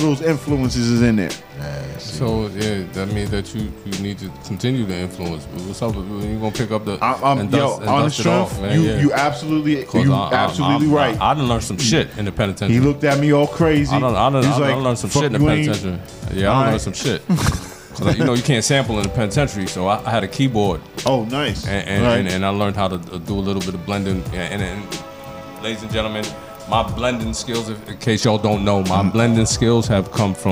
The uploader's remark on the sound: We bring it to you live from FAIRLEIGH DICKINSON UNIVERSITY. SHOW getting shout outs in the crowd of party people.